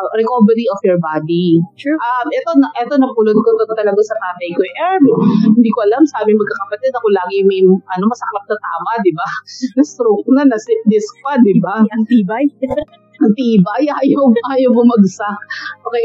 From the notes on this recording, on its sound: Apologies in advance for some of the background noise. I didn’t notice I used the grounded cable for the mic. No amount of post edit could remove it.